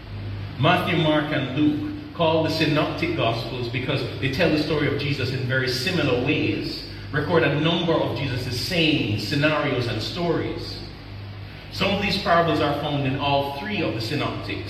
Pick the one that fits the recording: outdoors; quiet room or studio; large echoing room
large echoing room